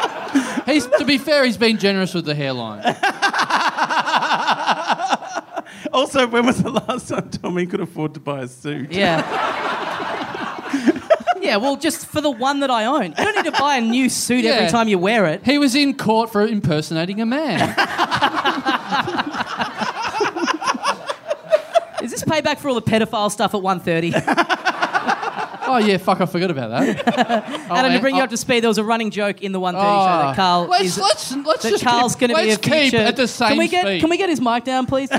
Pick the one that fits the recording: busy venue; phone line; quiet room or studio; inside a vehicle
busy venue